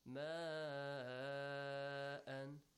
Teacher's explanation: you have to pronounce the word ma with an extension of four, five, six counts · Term: mad is wajib